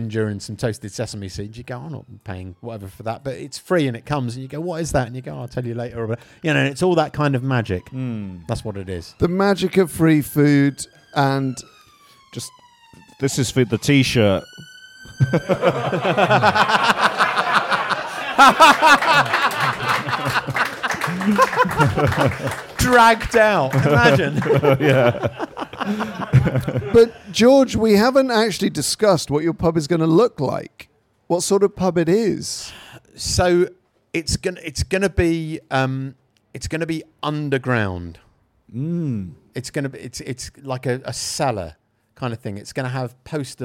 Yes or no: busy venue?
yes